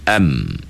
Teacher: yang suara keluar tu bukan ikut mulut tu, itu ikut hidung